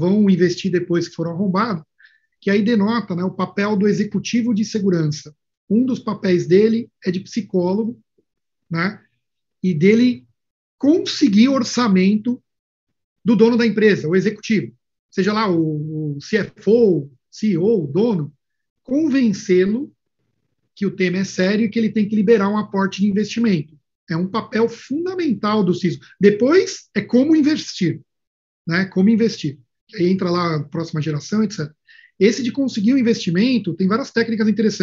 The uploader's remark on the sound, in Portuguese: Confira através de áudio o Webinar aconteceu no dia 28 de outrubro de 2021